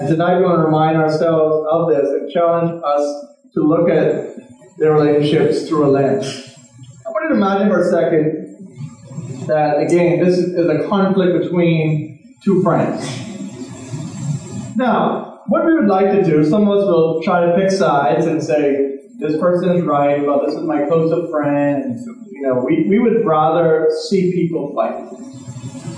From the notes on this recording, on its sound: Please forgive us we had some technical Issues with this Recording but brought you the best we could do with what we had